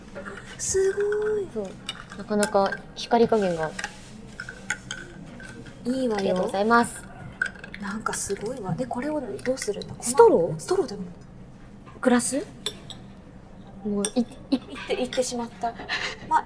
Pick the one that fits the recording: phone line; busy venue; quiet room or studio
busy venue